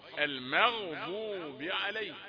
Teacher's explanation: أريد أن أفرق بين الميم والغين، المغ ميم رقيقة وغين مفخمة، المغضوب علي، ولا نقول المغضوب ما، ما عندناش حرف ما، لا المغضوب علي، غيري غير المغضوب عليهم ولا الضالين.